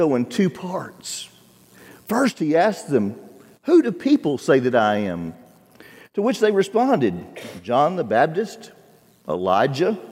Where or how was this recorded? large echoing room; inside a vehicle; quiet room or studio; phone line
large echoing room